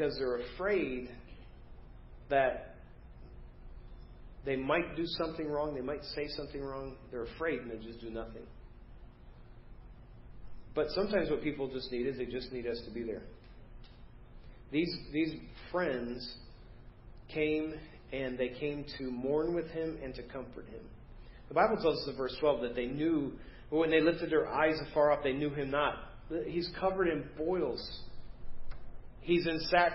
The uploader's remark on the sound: Preached at First Baptist Church of Hazel Park